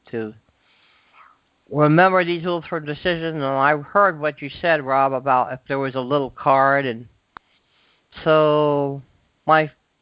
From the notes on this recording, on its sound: ACIM Daily TEXT Conference Call